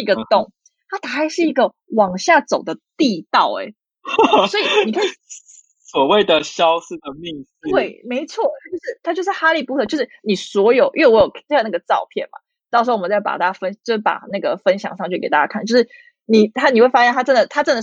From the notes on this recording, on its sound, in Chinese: 這集是線上錄音，音質可能沒有這麼好。